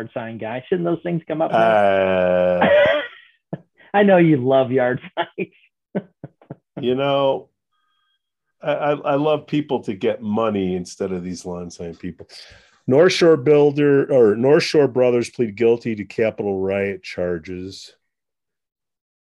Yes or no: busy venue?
no